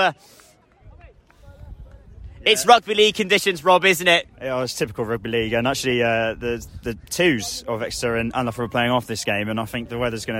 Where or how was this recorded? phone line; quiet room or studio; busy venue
busy venue